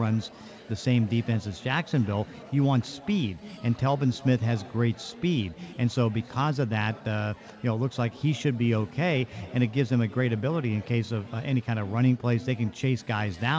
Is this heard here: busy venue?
yes